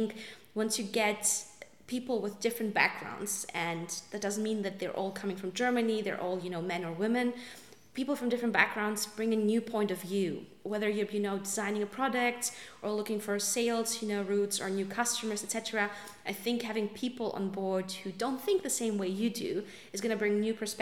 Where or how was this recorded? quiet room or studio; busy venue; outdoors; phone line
busy venue